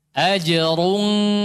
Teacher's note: Dhammahnya cuma selesai di ra. Ketika masuk ikhfa sudah enggak ada dhammah.